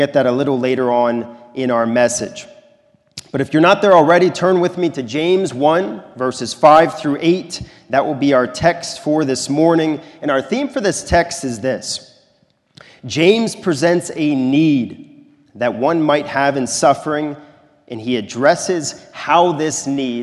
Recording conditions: large echoing room